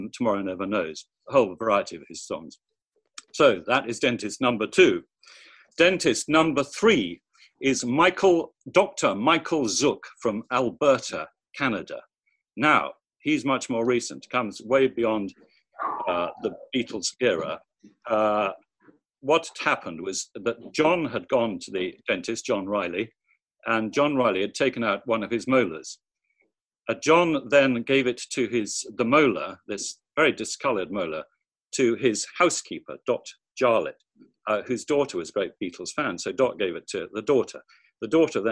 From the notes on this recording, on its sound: Recorded at the very first online 5x15 event